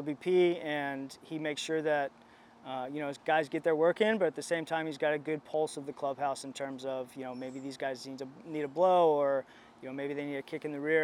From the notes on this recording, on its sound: Live From Spring Training.